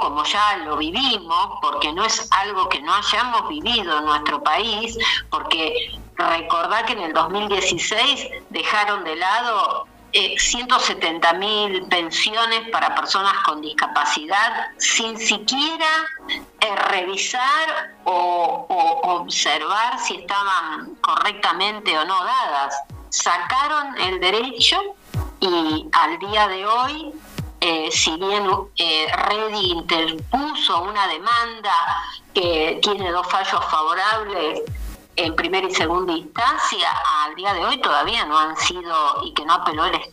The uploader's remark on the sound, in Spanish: Estuvo con nosotros vía telefónica